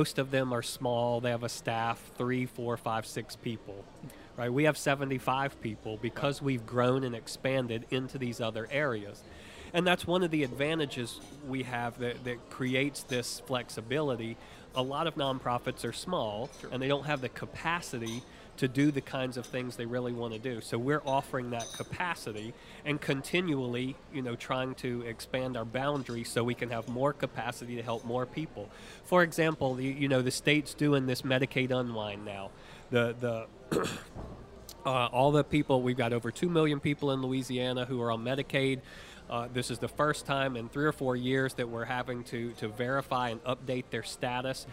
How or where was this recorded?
busy venue